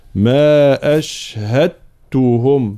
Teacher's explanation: كلمة أشهدتهم أصلها أشهدتهم، ولكنها تدغم الدال في التاء، فيصيران حرفا واحدا من الجنس الثاني، أي تاء مشددة، ما أشهدتهم، هكذا، فالانتباه.